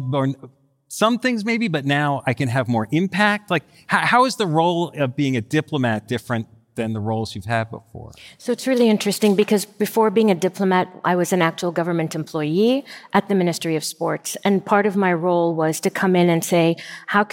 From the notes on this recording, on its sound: Recorded live at the Masters of Scale Summit in San Francisco.